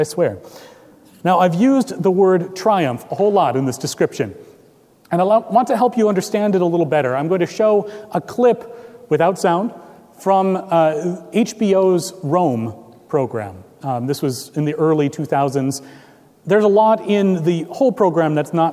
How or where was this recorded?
large echoing room